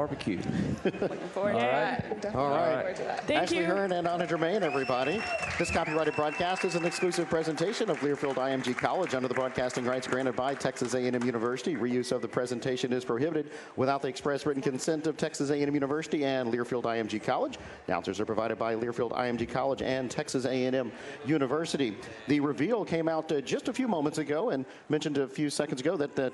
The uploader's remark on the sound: Live from Rudy's BBQ.